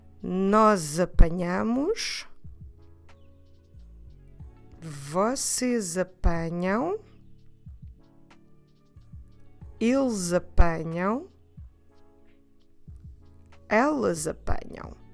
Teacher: I will repeat these four last ones, the plural pronouns, because they all end with the letter S, and because the verb form always starts with a vowel, the A, we naturally do this Z sound in the middle